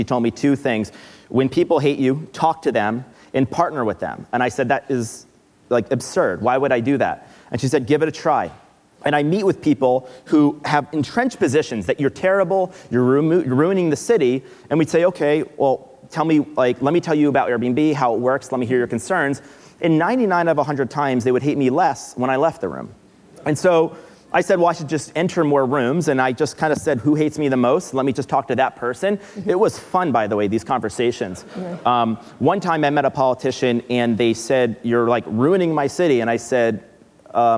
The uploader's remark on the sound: Live at Code 2018